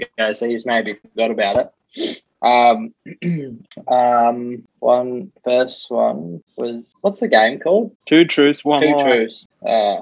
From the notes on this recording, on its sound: I jump on a zoom with my 2 brother